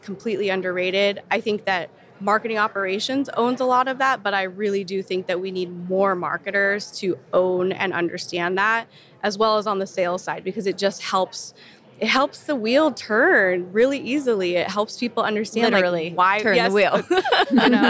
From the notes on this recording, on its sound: interview on the show floor of last year’s B2B Sales & Marketing Exchange